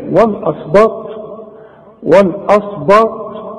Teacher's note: الواو مرققة والهمزة كمان مرققة والب مرققة